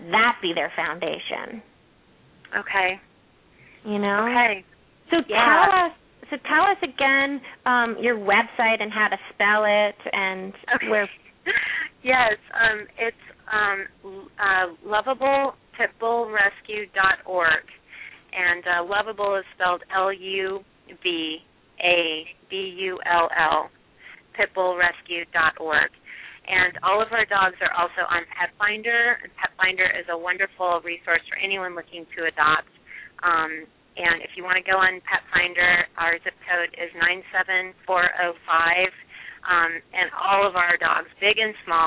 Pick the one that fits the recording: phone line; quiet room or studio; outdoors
phone line